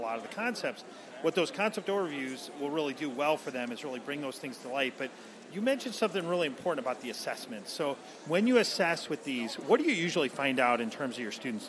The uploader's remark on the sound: LIVE from McGraw-Hill Education Booth! Interview HAPS attendees. Feel the energy of the event.